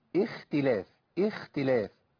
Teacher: وخاء اختلاف بترقيق أتت من أجل تاء بعدها إذ رققت